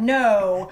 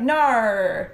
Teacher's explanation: with Americans when you say your O's you like really drop your jaw · Shown in: first take · like when you're saying no it's like no.